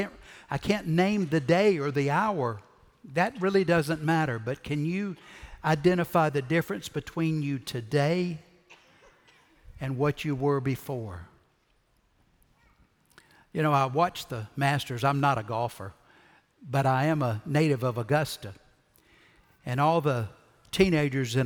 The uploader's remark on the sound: Recorded Live at Brookwood Church on 4.9.2023